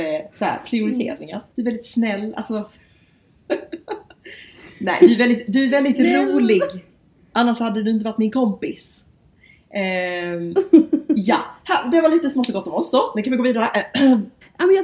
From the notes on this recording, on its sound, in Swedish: Ett flummigt pilotavsnitt med den fattigaste ljudutrustningen man kan hitta.